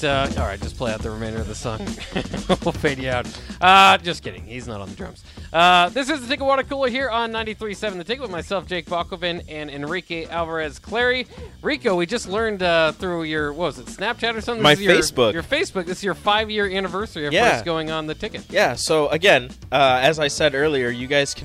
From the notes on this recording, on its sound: Press Conference Audio